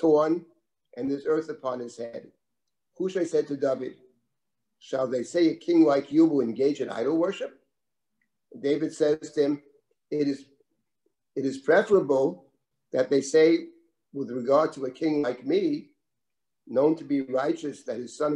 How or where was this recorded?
video call